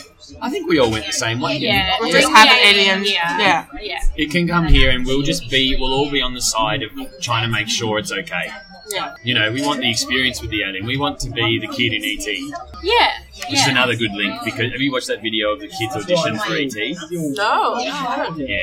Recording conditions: busy venue